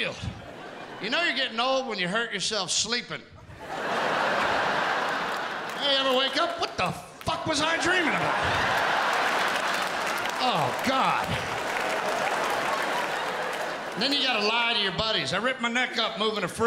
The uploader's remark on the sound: Returns home to Pittsburgh, where all the funny began for him, in a one-hour live event that celebrates working-class America.